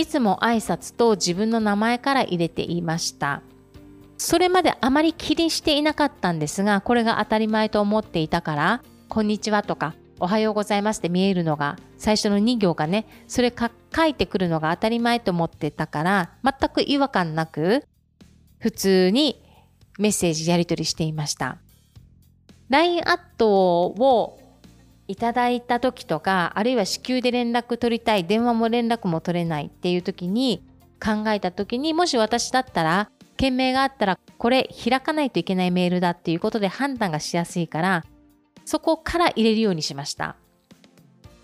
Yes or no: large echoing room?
no